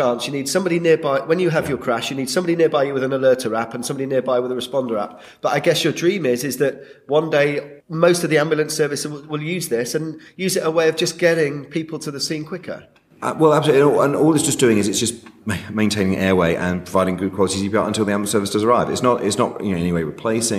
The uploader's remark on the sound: Live from the London Trauma Conference 2014